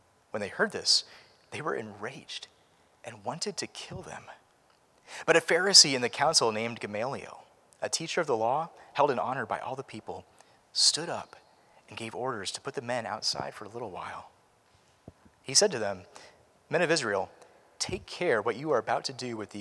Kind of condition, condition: setting, large echoing room